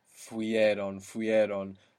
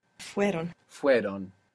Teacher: So the I, the e sound, falls away. · Shown in: second take